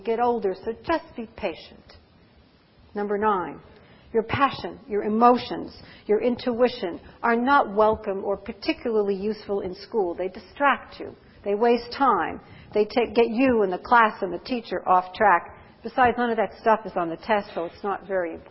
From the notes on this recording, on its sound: Presented 19 March 2007 at the ASCD (Association for Supervision and Curriculum Development) 2007 Annual Conference in Anaheim, California